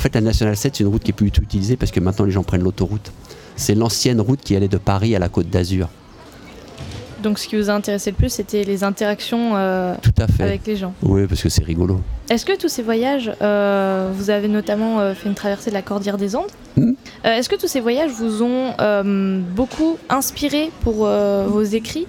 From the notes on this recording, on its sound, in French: En direct le 4 juillet de 9h à 18h à l'occasion du LIVRODROME qui proposa ce jour-là sur le quai Baluze à Tulle. Ont animé sur Bram FM toute une émission en direct le 4 juillet de 9h à 18h à l'occasion du LIVRODROME qui proposa ce jour-là sur le quai Baluze à Tulle plain d'animations originales autour du livre.